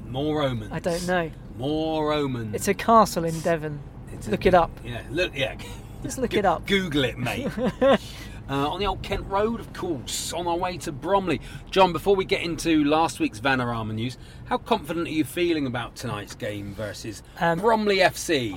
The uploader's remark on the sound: In the car on the streets of South East London on the way to Bromley.